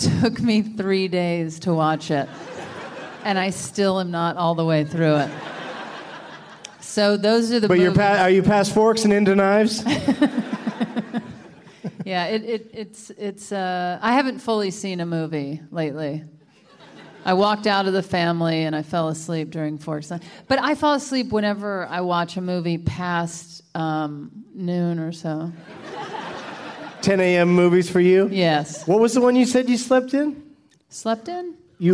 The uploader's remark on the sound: From the Bentzen Ball in Washington DC